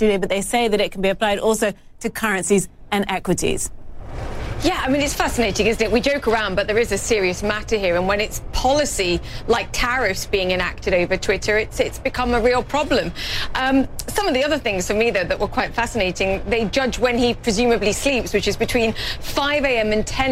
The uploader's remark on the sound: live from the New York Stock Exchange